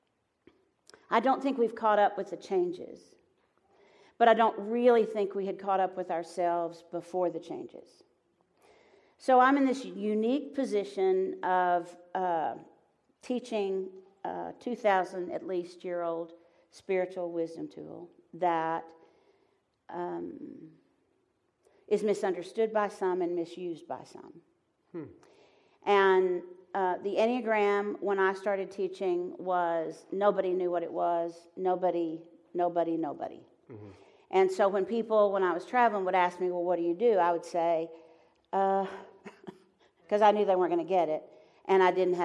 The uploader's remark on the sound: Live from Pepperdine